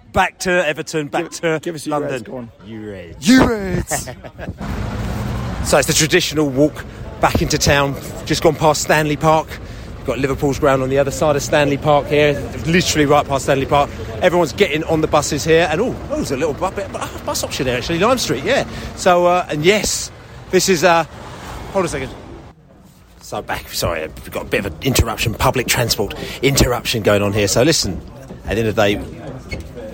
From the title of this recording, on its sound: post-match podcast from the stands